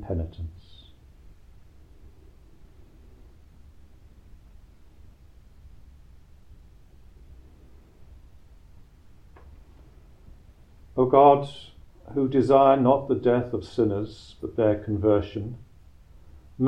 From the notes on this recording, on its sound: Recorded live at Southgate House on 14 February 2024.